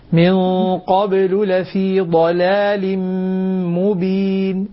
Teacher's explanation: لاحظ الغنة مفخمة والقاف مفخمة